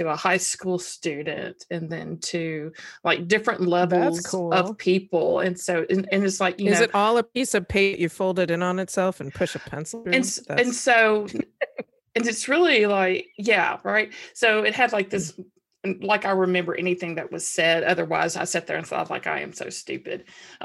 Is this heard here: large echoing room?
no